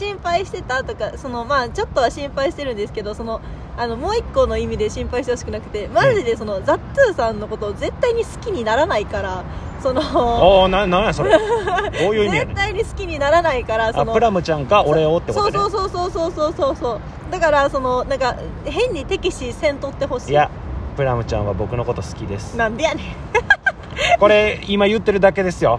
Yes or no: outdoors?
yes